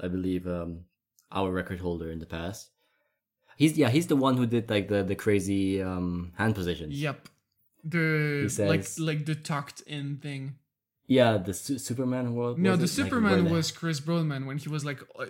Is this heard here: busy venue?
no